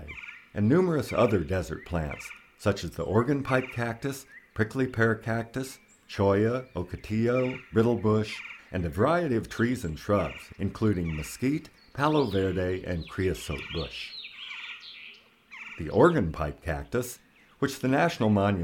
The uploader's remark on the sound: binaural nature recordings that I gathered in Organ Pipe National Monument (southern Arizona)